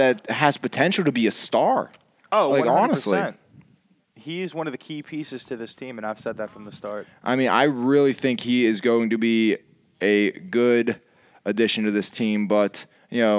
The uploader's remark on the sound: The Guys take the Podcast outside